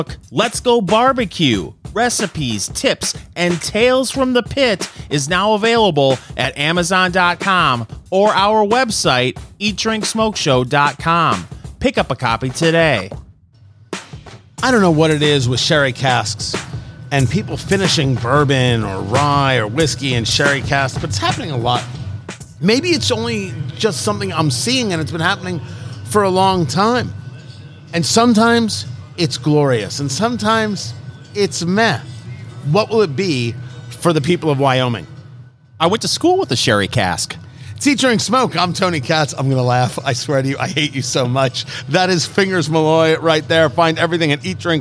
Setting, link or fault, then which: setting, busy venue